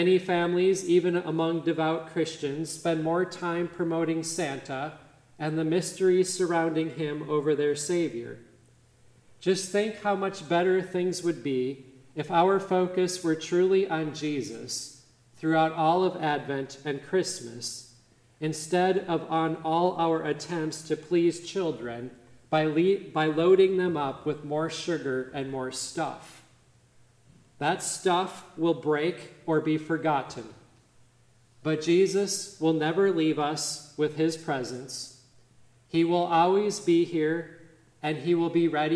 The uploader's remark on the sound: midweek Advent service on December 6, 2023 at Grace Evangelical Lutheran Church, Lexington, MO